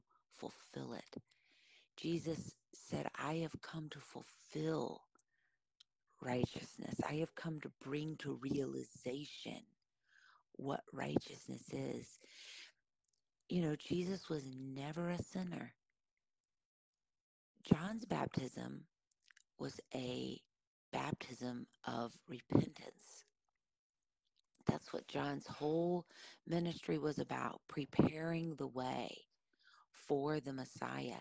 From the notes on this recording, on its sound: This episode has more popping in the mic than usual as it has been through a download, a conversion from vid to audio, an upload, a “de-esser” to try to eliminate some popping, another download & upload.